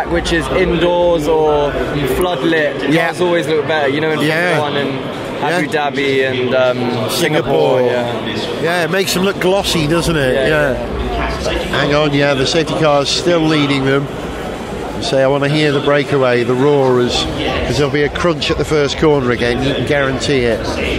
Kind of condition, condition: setting, busy venue